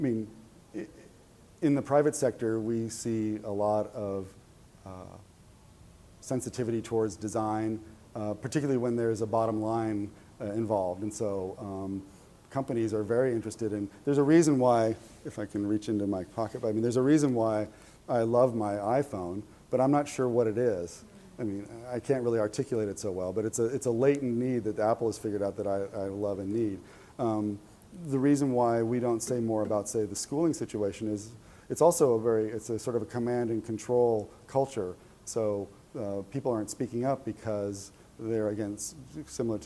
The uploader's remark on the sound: This interview was recorded live at the 7th annual 21st Century Learning Conference in Hong Kong.